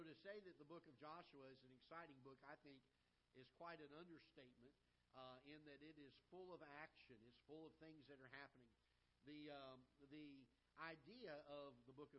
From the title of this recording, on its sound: Ketha Heights Baptist Church ~ Live Broadcast